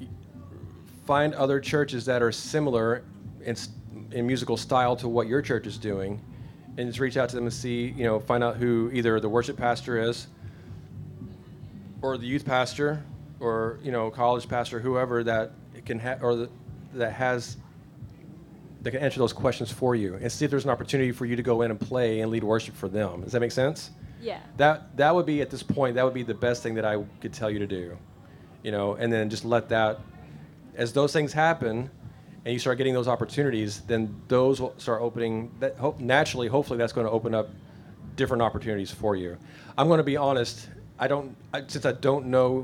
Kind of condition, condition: setting, live audience